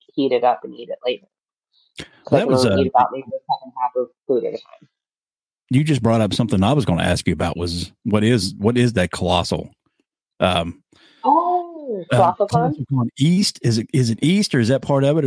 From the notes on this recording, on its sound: Our first "video" interview. There are some audio issues during the course of the conversation.